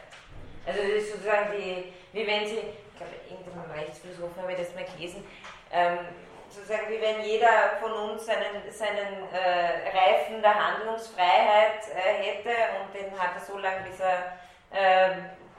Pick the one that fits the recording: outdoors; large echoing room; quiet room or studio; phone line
large echoing room